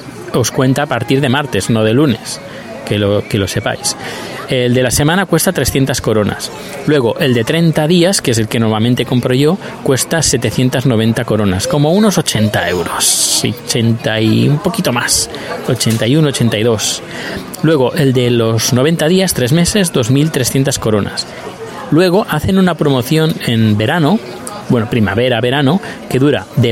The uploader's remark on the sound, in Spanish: Desde el aeropuerto os hablo de las tarifas del transporte público en Estocolmo.